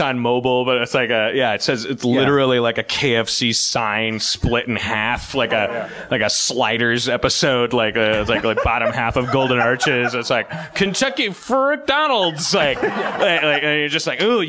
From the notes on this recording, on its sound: Note: the audience was not mic'd this episode.